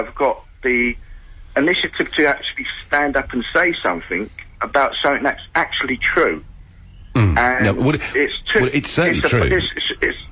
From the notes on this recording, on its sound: takes your calls live from Clacton